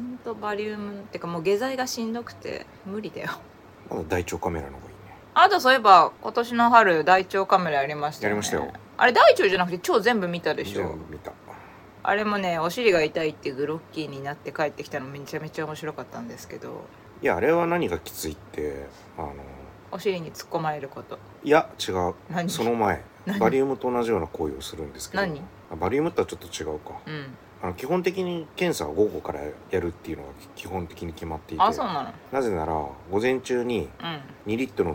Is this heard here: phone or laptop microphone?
yes